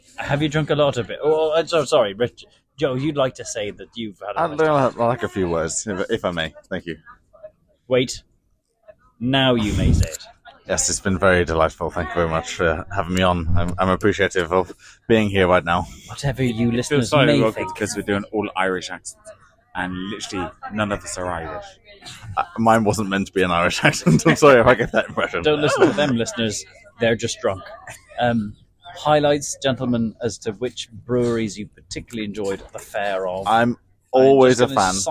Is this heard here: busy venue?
yes